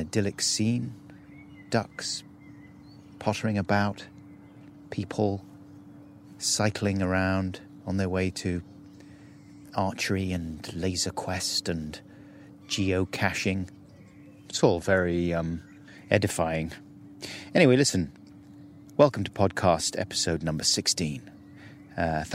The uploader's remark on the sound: PUB WALK. Walks to the pub and back with old friend.